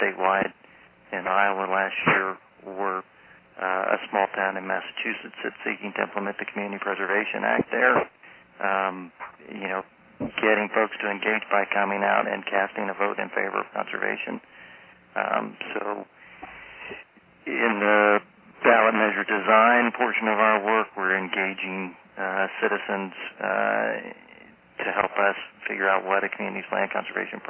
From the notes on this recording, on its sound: Call recorded on March 10, 2011.